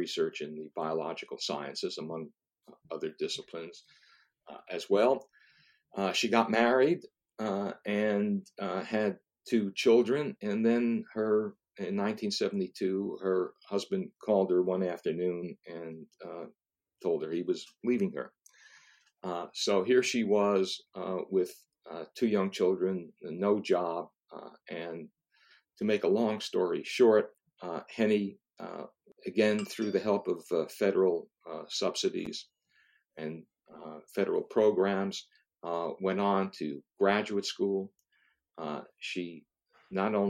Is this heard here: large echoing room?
no